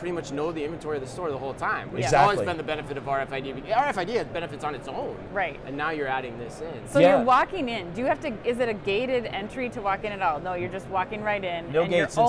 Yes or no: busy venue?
yes